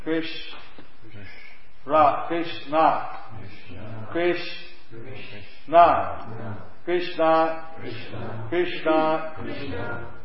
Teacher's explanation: It's the Sha with the tongue in the top of your roof of your mouth. · Term: Madanya Sha